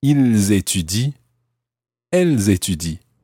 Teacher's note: you hear the S of il and elle in the plural form